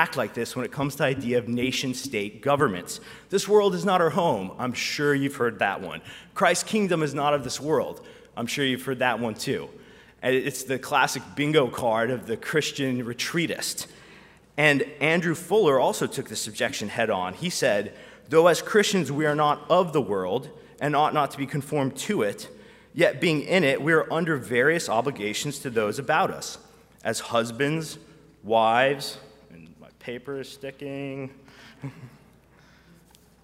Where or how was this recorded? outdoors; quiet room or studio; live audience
live audience